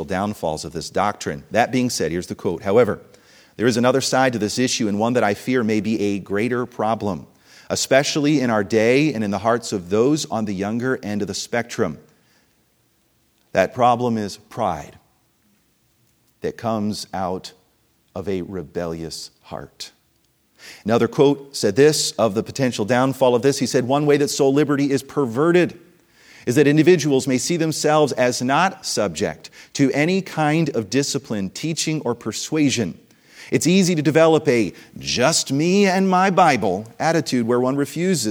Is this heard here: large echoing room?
yes